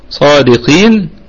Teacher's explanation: الصاد مفتوحة وبعدها ألف في أعلى درجات التفخيم. تمام، وفيها مد طبيعي وصلا ووقفا لأنها في وسط الكلمة، والدال قلقلة نسبية، صادقين.